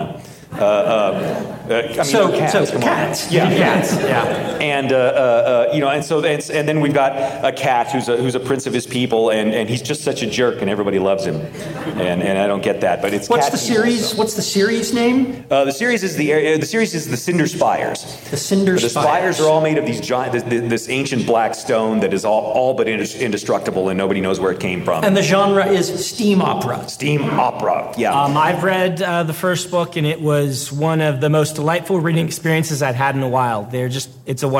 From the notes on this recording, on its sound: Joined us at NASFIC for a discussion. This episode was recorded before a live audience.